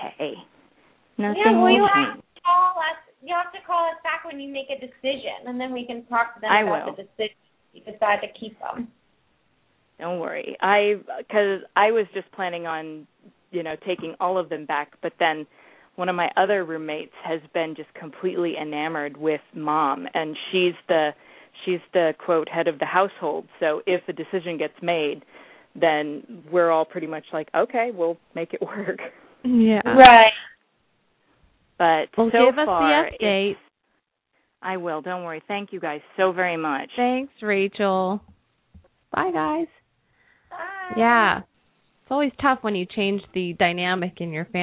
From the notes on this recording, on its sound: open up the lines for listeners to call